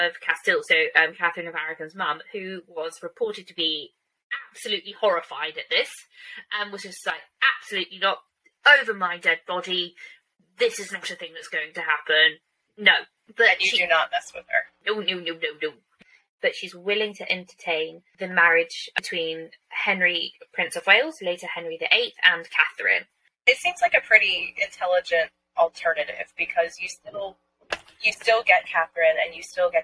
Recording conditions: poor sound quality